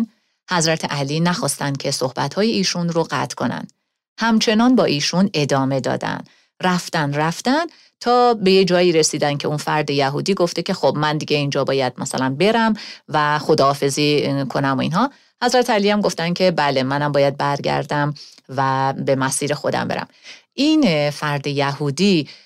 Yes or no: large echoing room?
no